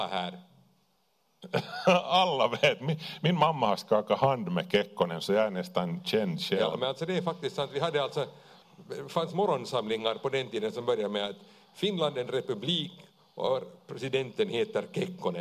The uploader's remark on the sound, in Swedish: Livepodd inspelad på Tölö gymnasium.